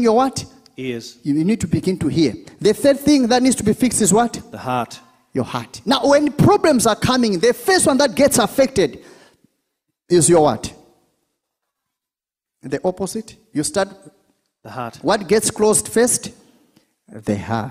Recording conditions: large echoing room